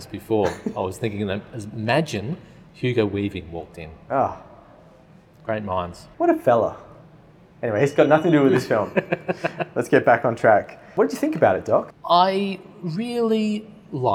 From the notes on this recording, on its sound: All on location at the RMIT Capitol theatre for the Melbourne International Film Festival 2023.